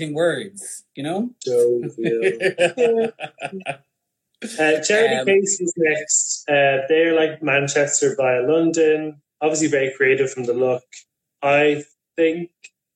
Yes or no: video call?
yes